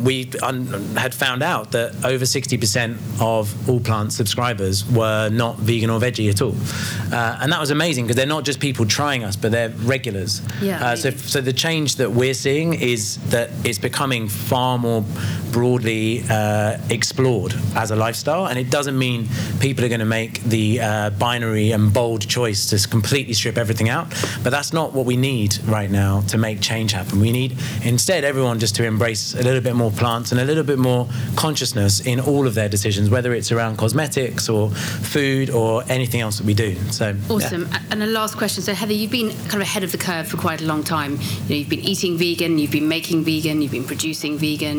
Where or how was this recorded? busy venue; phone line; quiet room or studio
busy venue